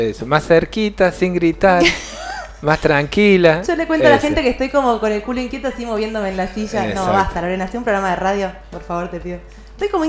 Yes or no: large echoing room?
no